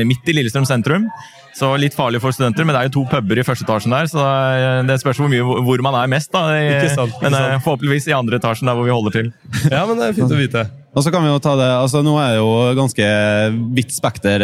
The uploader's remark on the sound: S4 EXPO LIVE]